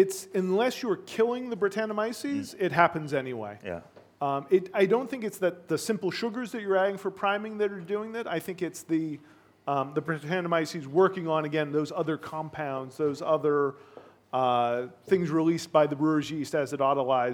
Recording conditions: live audience